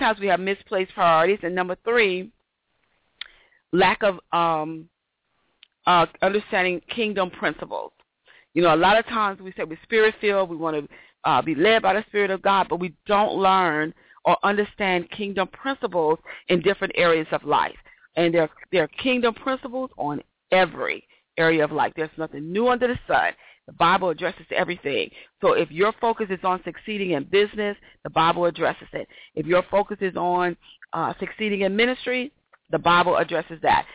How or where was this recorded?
phone line